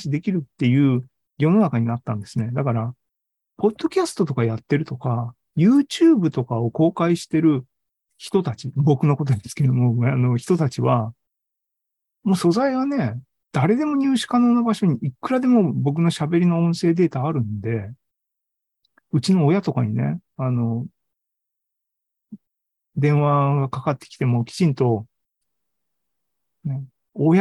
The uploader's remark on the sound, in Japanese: ZOOMライブの模様です。